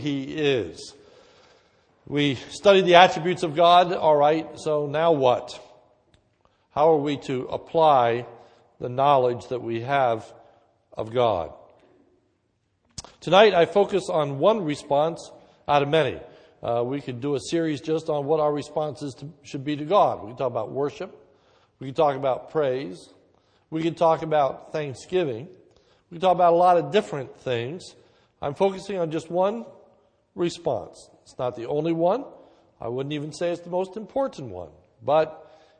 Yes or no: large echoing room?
yes